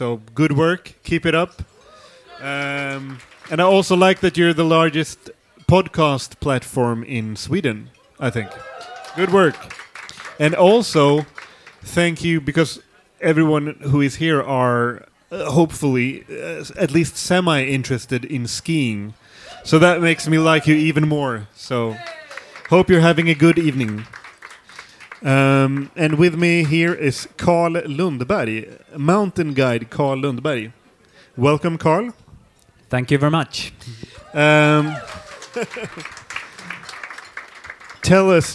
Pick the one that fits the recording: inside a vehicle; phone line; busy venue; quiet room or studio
busy venue